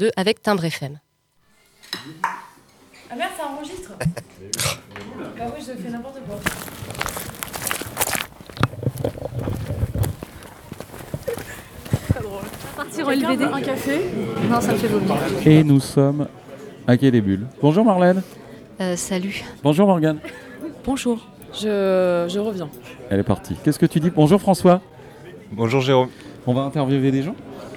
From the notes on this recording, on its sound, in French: Micro-trottoir au Festival Quai des Bulles édition 2022.